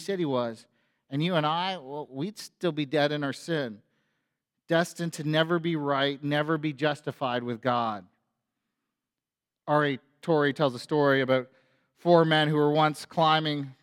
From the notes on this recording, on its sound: A sermon on Easter Sunday at FBC Church in Cobourg,